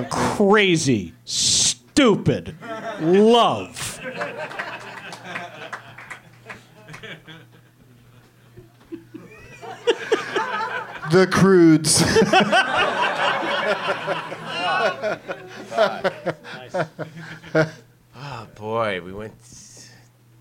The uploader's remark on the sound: Live from The Lab at the Hollywood Improv